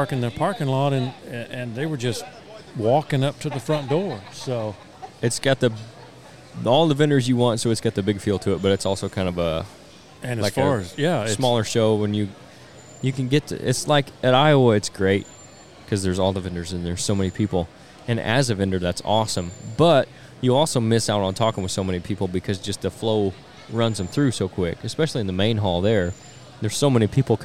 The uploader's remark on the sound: On-Site at the 2023 Illinois Deer and Beer Fest